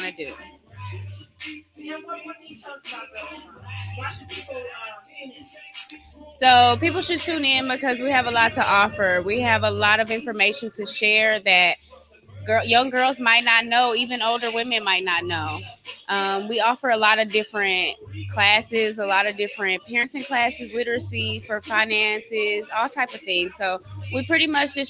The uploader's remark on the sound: our celebration at Kiante's Lounge in Houston, Texas